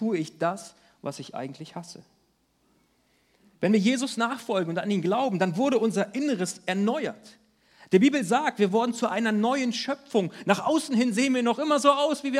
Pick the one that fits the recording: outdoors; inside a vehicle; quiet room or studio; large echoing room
large echoing room